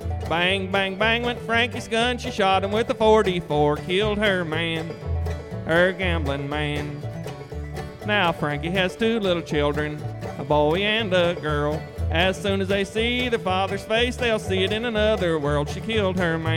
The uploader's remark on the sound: live on the Virginia Folklife Program stage at Bristol Rhythm and Roots Reunion in 2010